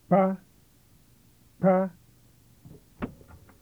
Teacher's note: This is a voiceless double closure